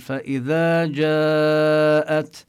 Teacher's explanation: عن جاءت عم نمد الألف أكثر من ألف فإذا، لأنه جاء بعدها همزة · Term: المد